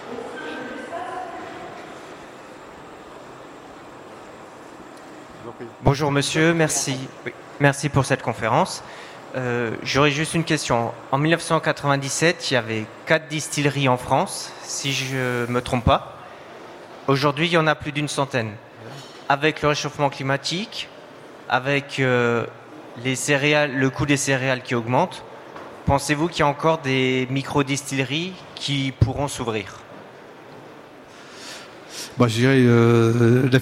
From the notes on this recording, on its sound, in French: Conférence enregistrée le samedi 22 octobre 2022, au Salon du Brasseur. Au Salon du Brasseur. Suite à un incident technique, le début de la conférence n'est pas disponible.